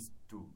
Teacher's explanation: T と D をくっつけちゃうんです。 · Term: リエゾン